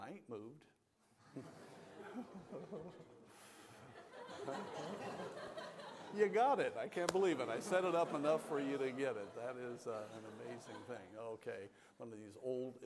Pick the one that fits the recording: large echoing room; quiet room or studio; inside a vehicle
large echoing room